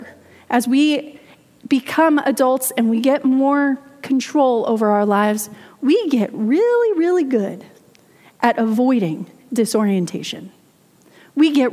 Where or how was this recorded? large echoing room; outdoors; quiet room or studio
large echoing room